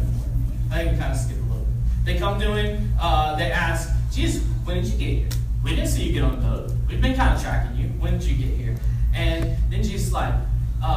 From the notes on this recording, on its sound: We had some technical difficulties and had to find an alternative way to record this week. You may need yoru volume all the way up for this recroding.